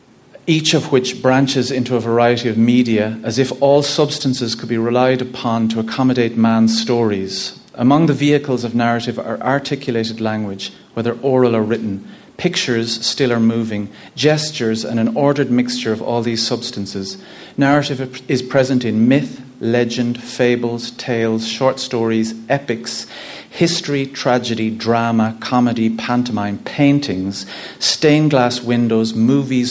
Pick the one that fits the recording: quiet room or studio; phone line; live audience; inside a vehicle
live audience